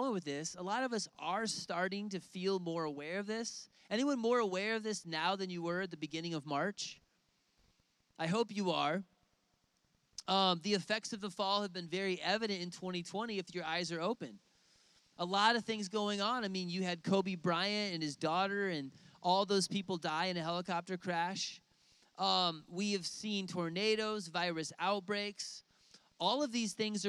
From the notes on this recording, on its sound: outdoors at a lakeside service